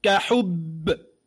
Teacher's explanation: إحنا عايزين كلمة كحب، لو قرأناها مثلا الباء مع الحاء التي في آخر الكلمة سنقول مثلا كافتحة ك حا ضم با شد حب با كسرى بي كحب، هذا وصلا، وقفا كحب. الباء مشددة ومعنى الشدة ومعنى الجهر والقلقلة